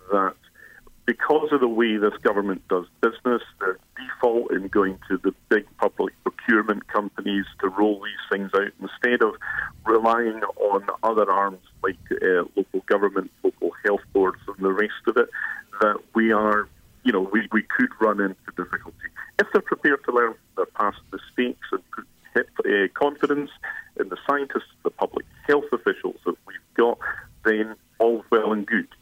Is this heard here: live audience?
no